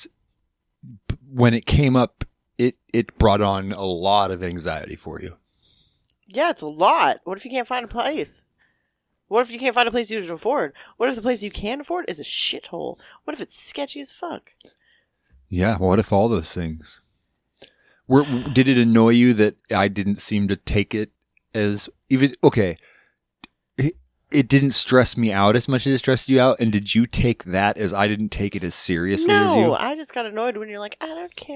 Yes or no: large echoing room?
no